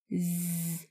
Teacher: Để phát âm đúng và thấy rõ hơn điểm khác nhau, thì các bạn lưu ý âm Z là phụ âm hữu thanh. Khi nói sẽ nghe rõ tiếng và sờ lên cổ họng thì thấy rung nhẹ.